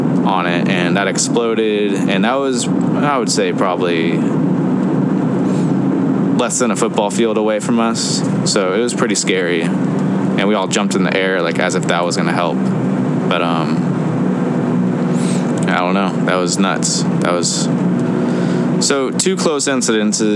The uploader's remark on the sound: On the Road. Eventually the car audio may improve, we will see how this goes.